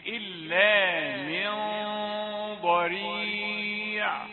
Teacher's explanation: الغنة هذه الغنة وهي داخلة على الضاد تفخم، غنة مفخمة